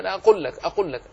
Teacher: أتعرف أن قولك أقول لك فيه إدغام؟ أدغمت اللام في اللام